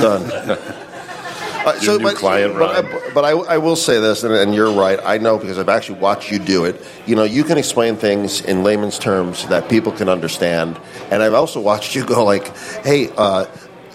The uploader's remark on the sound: The Workers’ Mic live at Café Bionda. The first live show from Café Bionda in the South Loop in Chicago!